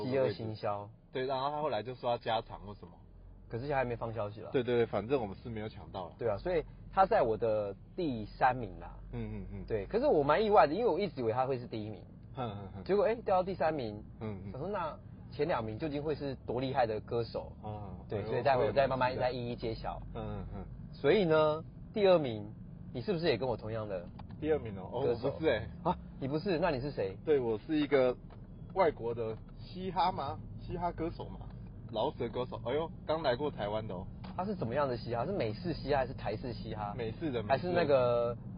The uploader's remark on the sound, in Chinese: 兩人在車上聊著2023年度的最愛歌手TOP3。我們嘗試看看新的錄音風格～。這麼REAL、環境音這麼吵的Podcast只有這裡有喔！